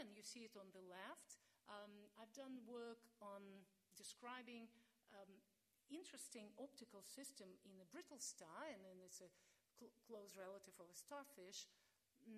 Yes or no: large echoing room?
yes